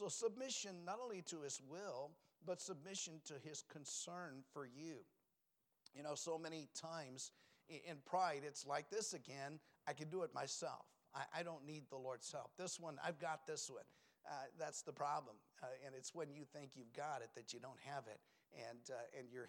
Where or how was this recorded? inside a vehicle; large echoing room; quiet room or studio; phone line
large echoing room